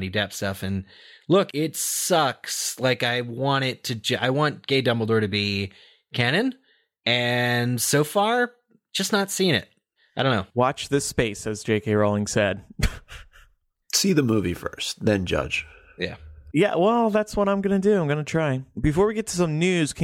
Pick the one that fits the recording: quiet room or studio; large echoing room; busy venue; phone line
quiet room or studio